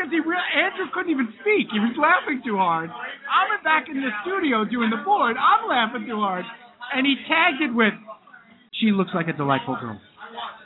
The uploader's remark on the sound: LIVE at BLUE HAVEN IN NYC! A ton of friends came down to watch the draft with us.